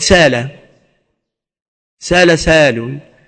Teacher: لغة قريش على تسهيل الهمز، فيقول سالة سال سال، لا يأتون بالهمز تحقيقا إذا كان في وسط الكلم.